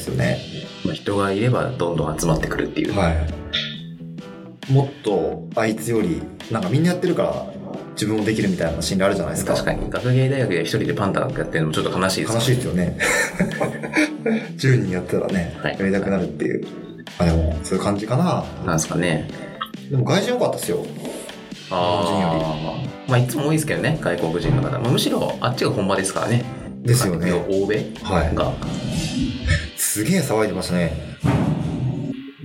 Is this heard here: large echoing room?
no